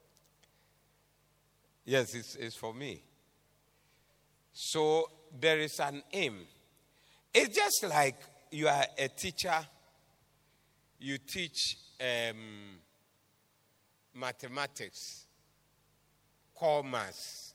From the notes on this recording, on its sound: Preached at the Doxa Service 02072023